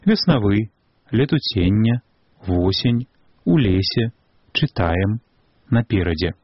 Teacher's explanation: У другім і іншых пераднаціскных складах, а таксама ў складах пасля націску, літара Е перадае гук Э у большай або меншай ступені набліжаны да А